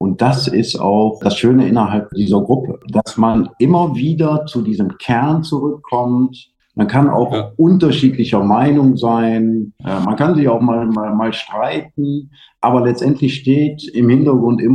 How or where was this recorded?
video call